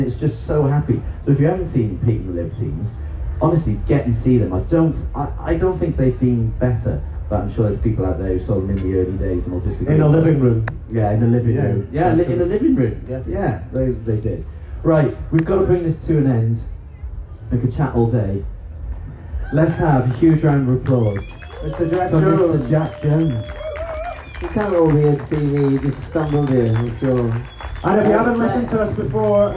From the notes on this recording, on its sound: Travelled to Kendal Calling and recorded a live episode in the woods.